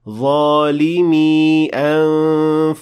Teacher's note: I was supposed to extend for two harakat, because this is a ya, so you should extend it fully